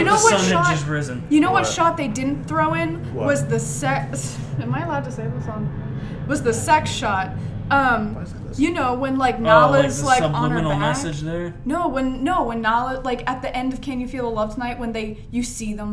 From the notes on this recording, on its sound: We are live from San Diego Comic Con